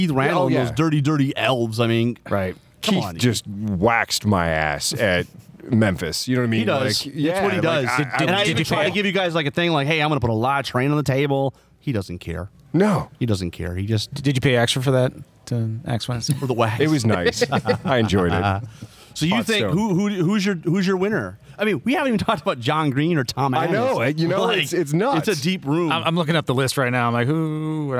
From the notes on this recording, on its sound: Counter Charge kicks off our on-site Adepticon coverage with recordings from Weds March 22, 2023.